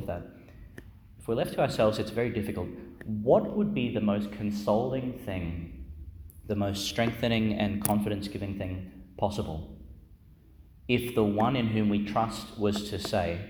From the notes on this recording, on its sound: Homily for Friday in the Fourteenth Week in Ordinary Time, delivered in Our Lady Star of the Sea Church, Gladstone, Qld.